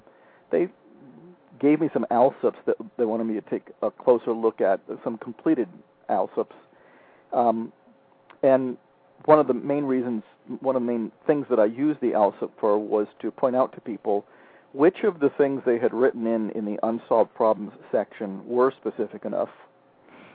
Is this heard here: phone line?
yes